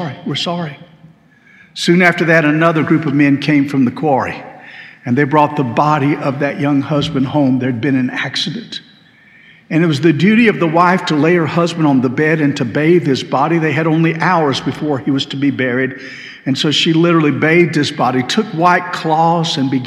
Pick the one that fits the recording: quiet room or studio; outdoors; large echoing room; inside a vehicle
large echoing room